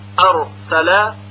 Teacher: در هنگام تلفظ حرف را سر زبان با سرعت شروع به ارتعاش و لرزه میکنه، یعنی وقتی میگوییم مثلا ارسل، برای تلفظ را سر زبان چندین بار با سرعت زیاد به لثه دندانهای ثنایای بالا برخورد میکنه و کنده میشه · Term: تکریر